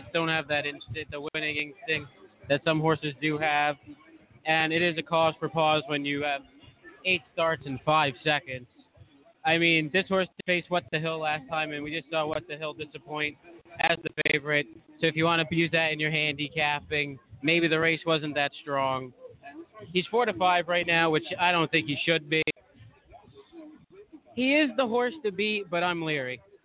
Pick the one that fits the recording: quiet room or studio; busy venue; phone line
busy venue